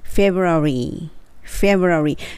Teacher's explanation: 息が漏れて、上の歯を下の唇にちょっと当てて